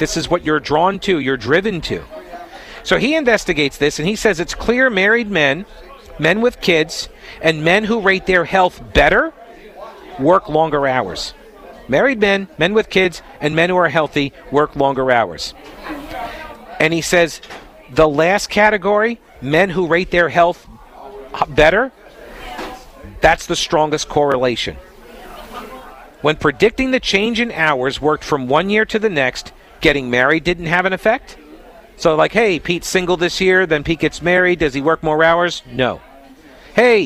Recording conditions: busy venue